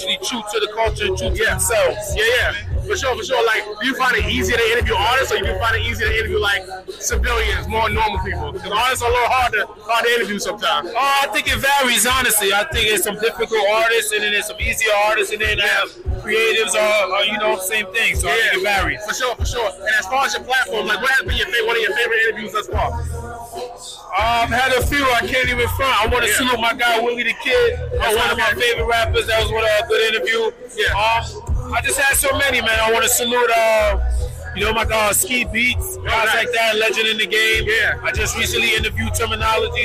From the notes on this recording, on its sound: … Concert Interview. Live at the … Ten Tape Concert.